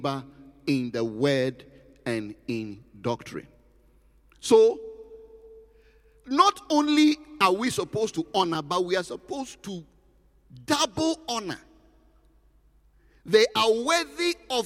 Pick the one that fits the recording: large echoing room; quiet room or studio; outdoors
large echoing room